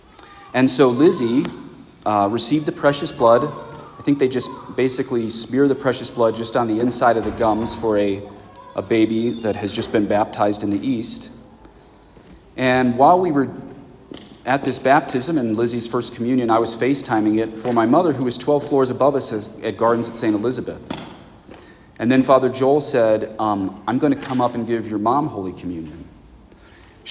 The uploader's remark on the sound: the funeral sermon I preached at my parents' parish at a Mass in English